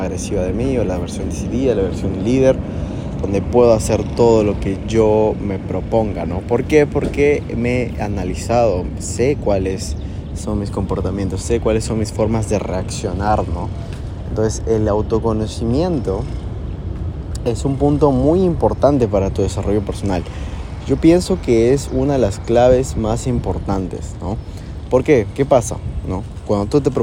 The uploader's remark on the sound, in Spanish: grabado frente a la playa de Miraflores, con ruidos de ambiente de fondo